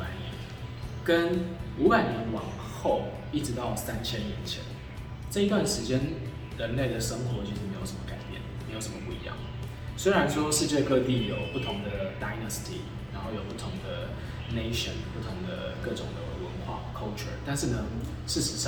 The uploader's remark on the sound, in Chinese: 這一集我們在一個連隔間的水泥牆都還沒砌好的空屋裡錄製, 回音真的比較大, 要請大家包涵！